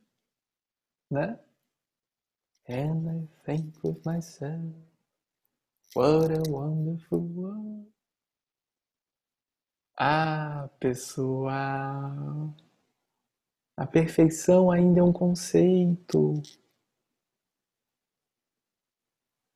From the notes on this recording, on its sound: Online via Zoom